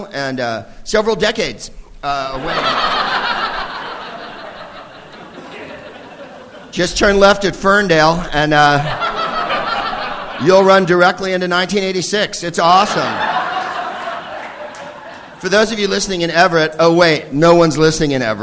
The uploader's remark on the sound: Live from The Upfront Theatre in Bellingham, WA